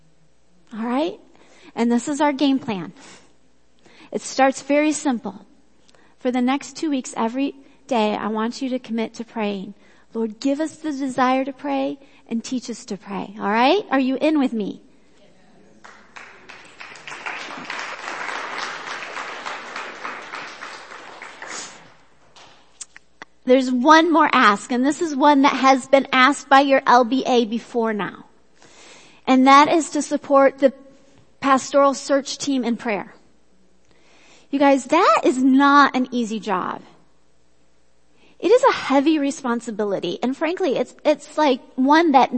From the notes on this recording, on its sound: Worship Service - Audio.